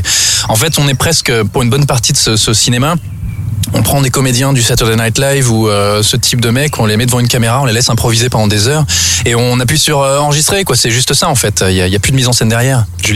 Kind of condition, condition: setting, outdoors